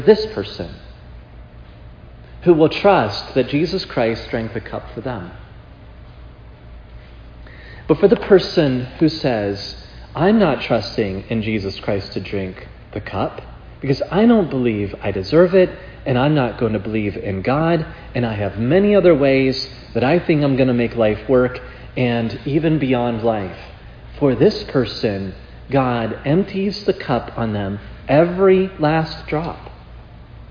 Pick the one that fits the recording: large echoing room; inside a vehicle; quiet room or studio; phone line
large echoing room